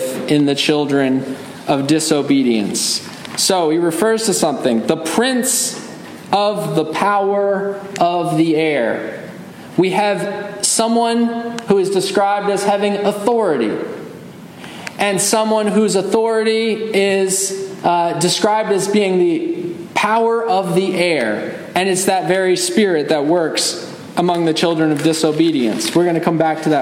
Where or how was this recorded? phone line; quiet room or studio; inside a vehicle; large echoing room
large echoing room